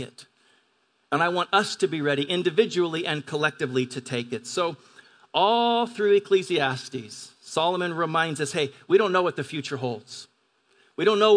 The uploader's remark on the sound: At Grace Church of La Verne. At Grace Church of La Verne.